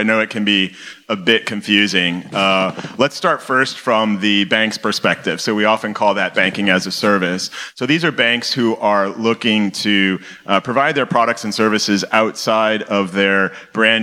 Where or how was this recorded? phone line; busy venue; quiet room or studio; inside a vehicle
busy venue